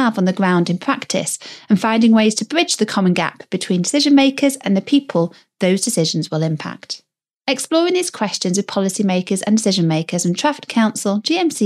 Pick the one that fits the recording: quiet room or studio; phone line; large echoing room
quiet room or studio